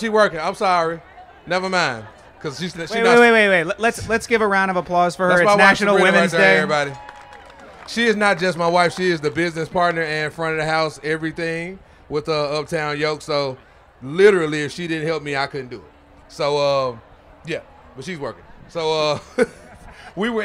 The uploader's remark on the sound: At Charleston Wine + Food. At the Springer Mountain Farm’s campfire.